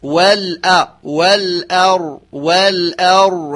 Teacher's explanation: والأر بتفخيم الراء وترقيق أولا الهمزة